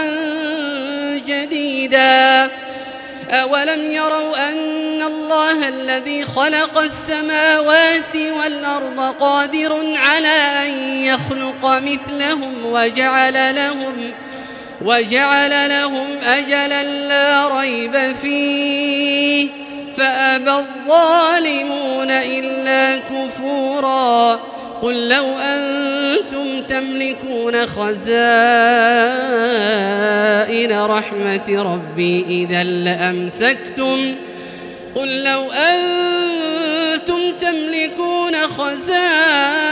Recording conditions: large echoing room